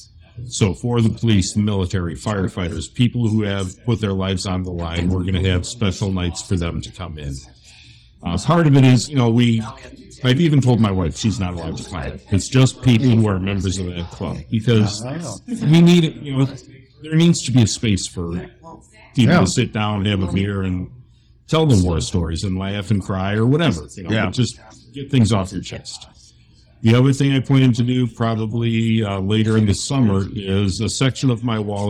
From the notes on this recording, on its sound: A converted Subway store is now home to a nano-brewery called 206 Brewing. The brewpub had just opened for the day when we showed up, so you may get a little background noise, but hey, it's all pub ambiance!